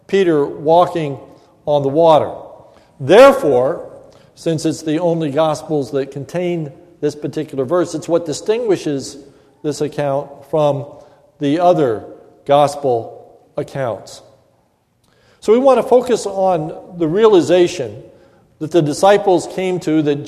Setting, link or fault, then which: setting, large echoing room